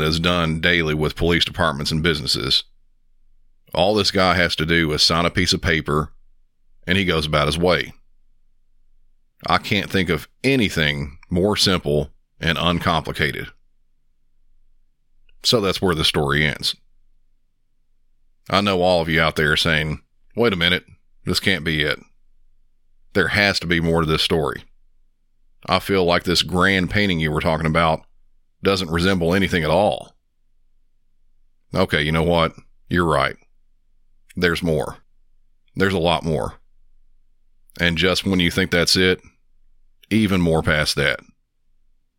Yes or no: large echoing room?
no